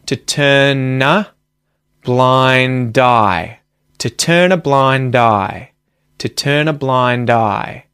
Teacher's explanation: the consonant at the ends of these words, so N in the case of turn and D in the case of blind, move to the next syllable and sit in front of that vowel sound · Term: connected speech